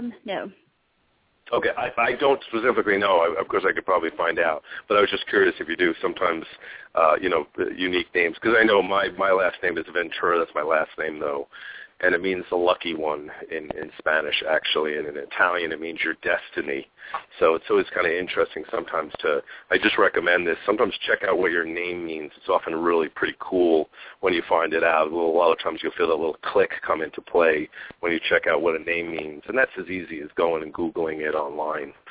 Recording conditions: phone line